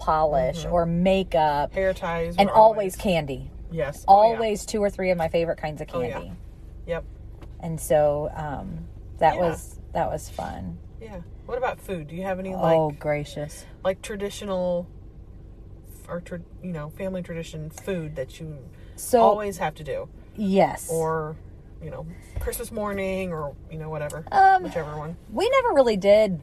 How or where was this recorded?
inside a vehicle